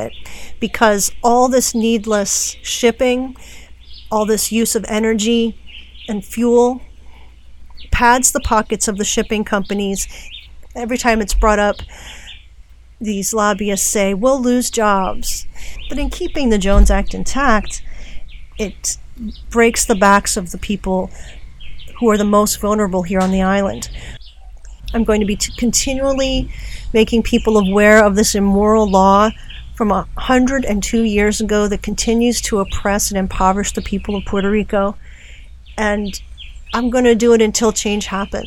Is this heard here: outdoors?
yes